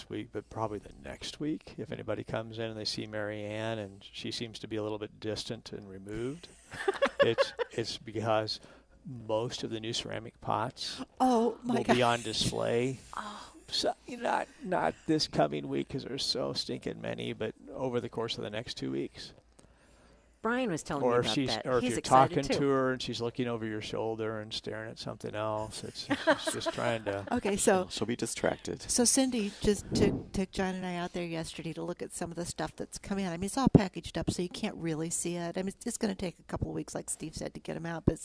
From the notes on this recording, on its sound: Live from Prairie Gardens.